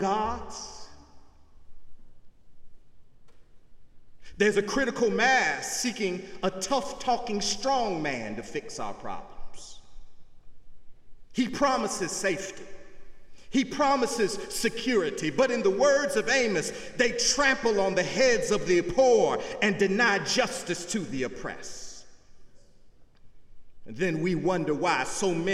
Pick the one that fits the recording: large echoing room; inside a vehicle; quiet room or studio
large echoing room